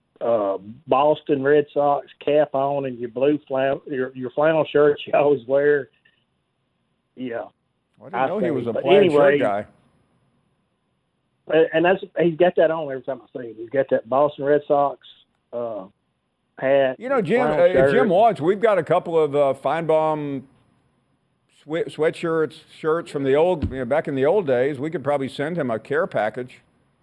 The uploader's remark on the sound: we continue taking your phone calls